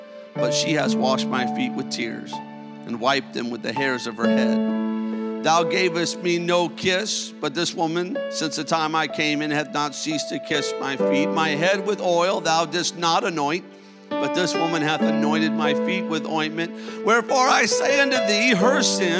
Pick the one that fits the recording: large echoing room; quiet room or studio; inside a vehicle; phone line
large echoing room